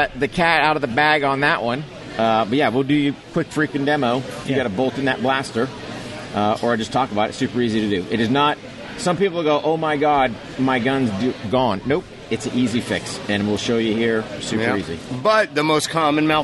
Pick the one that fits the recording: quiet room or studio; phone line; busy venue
busy venue